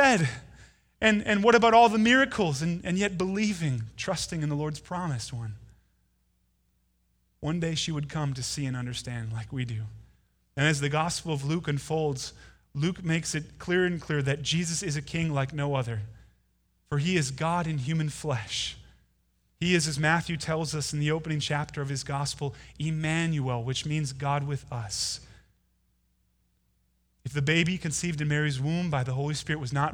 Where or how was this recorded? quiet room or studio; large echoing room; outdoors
large echoing room